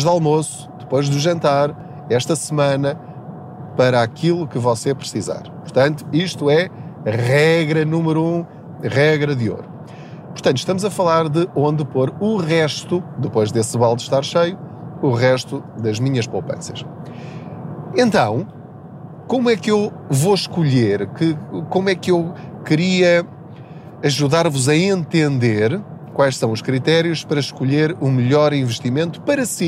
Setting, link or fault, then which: fault, background noise